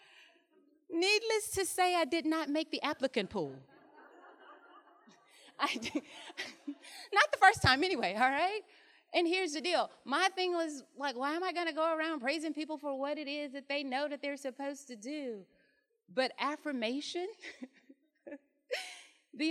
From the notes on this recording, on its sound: The recording you are about to hear is a keynote from our Women in Education Leading and Learning Summit held on November 6 and 7, 2019.